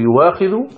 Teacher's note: تبدل الهمزة فيها واوا فتقول يواخذ، والألف لا تمد، لا تقرأ إلا بالقصر، يعني لا تمد، لا مد فيها للبدل، فتقول يواخذ، وإن كان أصل الكلمة يؤاخذ لكنها من مستثنيات مد البدل، وهي وإن كان قد حصل كما ذكر المؤلف فيها خلاف لكنه خلاف ضعيف، ولهذا يعني ذكرت مع المستثنيات المتفق على استثنائها.